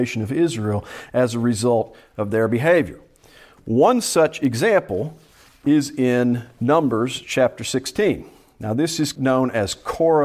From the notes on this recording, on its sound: Preached at Salem PBC in Gravesville, AR.